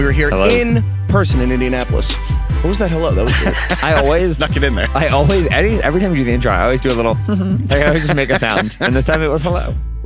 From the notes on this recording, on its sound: report live from the 2023 NFL combine